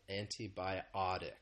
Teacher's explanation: The stress is on that fourth syllable